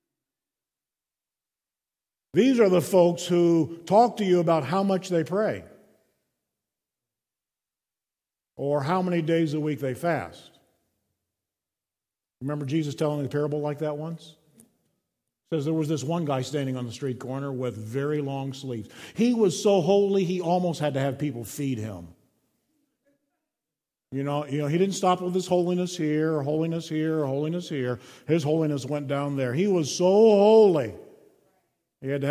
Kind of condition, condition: setting, large echoing room